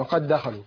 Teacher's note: في إضغام المتمثلين وقد دخلوا، عندنا إضغام الدال في الدال، قلنا دال ساكنة مضغمة في الدال المفتوحة إضغام مثلين صغير، وقد دا خاء فتحة أو خاء ضم خو، وقد دخلوا